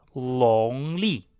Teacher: Her accent is basically that she cannot distinguish the consonant sounds N, N, and L, L.